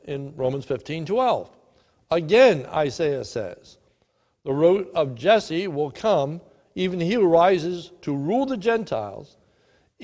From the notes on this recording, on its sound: This is a sermon recorded live at the Lebanon Bible Fellowship Church in Lebanon, PA on 3/15/2020 at 10:45am